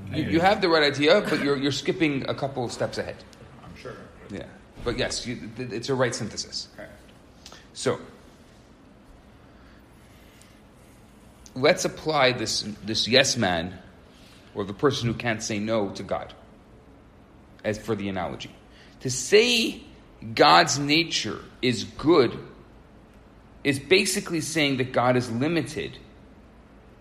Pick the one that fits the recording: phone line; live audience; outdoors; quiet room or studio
live audience